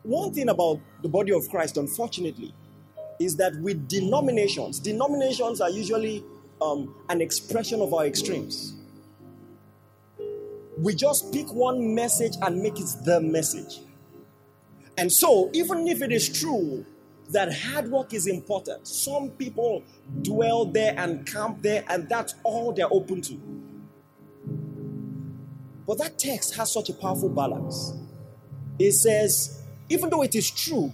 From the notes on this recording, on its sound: A powerful sermon delivered. During Gracemade Christian Center's Grace Conference, commemorating the church's 5th Anniversary.